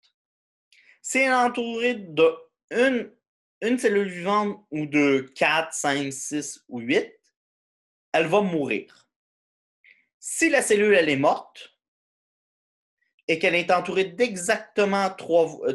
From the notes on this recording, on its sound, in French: cours en ligne sur Zoom